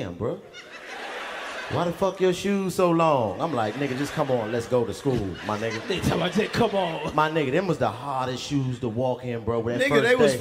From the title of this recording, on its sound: Live From The Nashville Comedy Festival